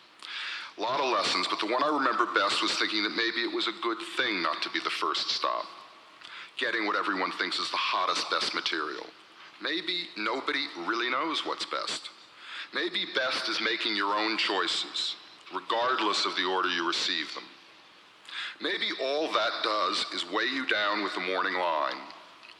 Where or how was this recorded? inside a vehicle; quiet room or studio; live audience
live audience